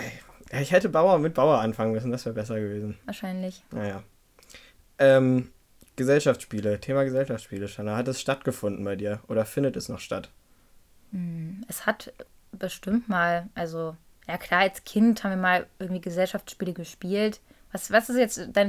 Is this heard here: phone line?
no